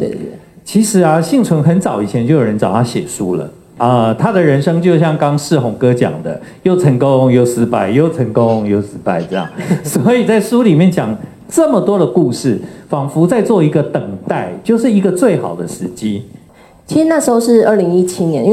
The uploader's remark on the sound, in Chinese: 本集節目取自天下文化舉辦的。台北新書分享簽書會現場錄音。